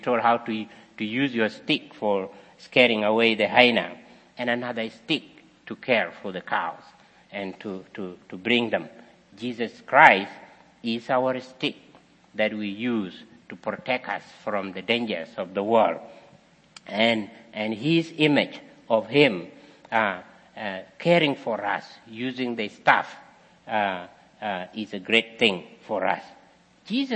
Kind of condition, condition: setting, large echoing room